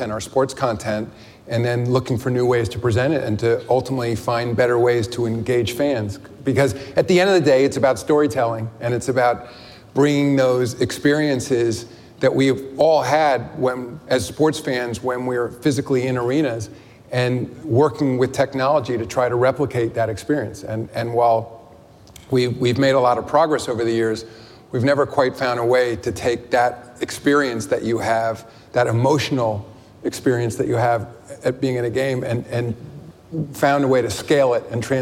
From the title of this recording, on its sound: Live at Code Media 2018